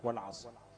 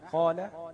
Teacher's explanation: فيكون التفخيم في الصاد اعلى منه في الايه، في القاف